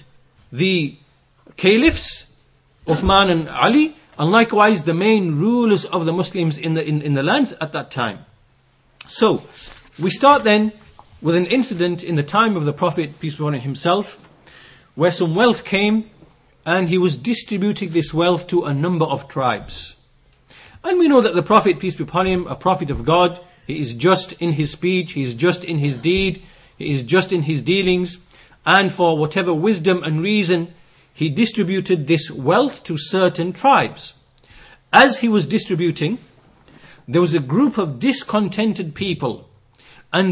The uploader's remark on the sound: Lectures delivered in Masjid as Sunnah, Bradford.